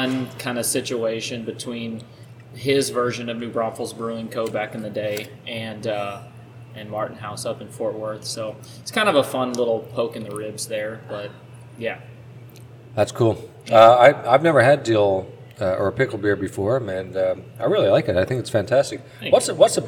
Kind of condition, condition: fault, sounds in the background